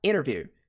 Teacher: Americanos provavelmente pronunciariam essa palavra aqui, interview, sem a pronúncia do T.